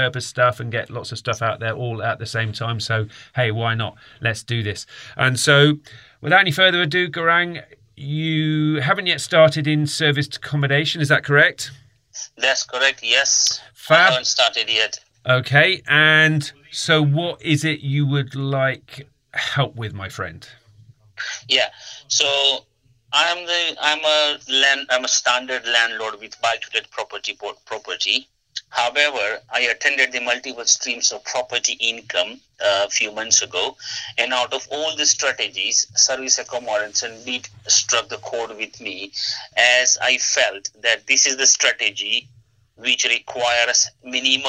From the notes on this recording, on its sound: a live mentoring call